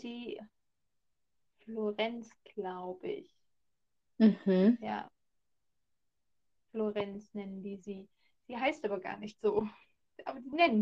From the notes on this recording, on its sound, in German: Wir möchten uns für die Ton- Qualität entschuldigen. Durch permanente Verbindungsschwierigkeiten hat der Ton sehr gelitten.